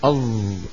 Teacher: هذا الصوت أظ الذي نستخدمه نحن في اللهجة المعاصرة في الشام ومصر مكان حرف الظاء الفصيح